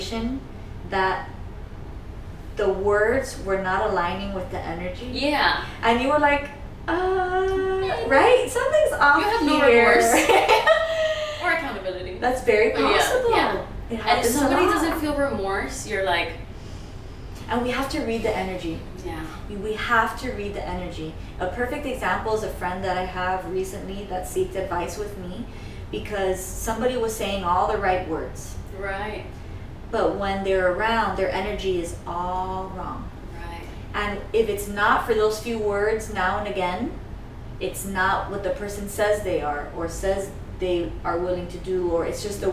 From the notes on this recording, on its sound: This was recorded pre-microphones